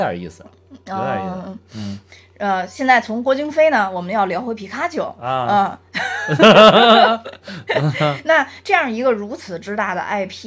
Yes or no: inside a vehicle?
no